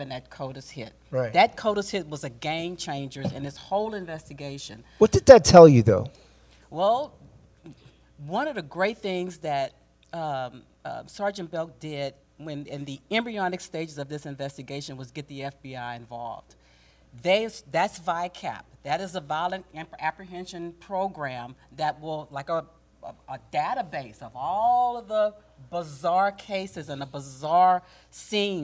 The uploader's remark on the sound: A broadcast in front of a live audience in Houston at the Fraternal Order of Police Hall.